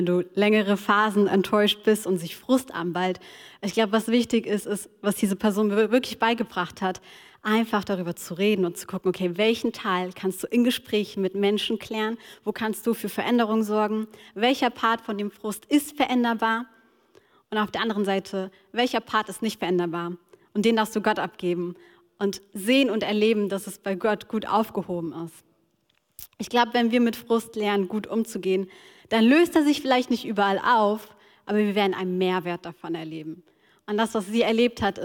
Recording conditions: large echoing room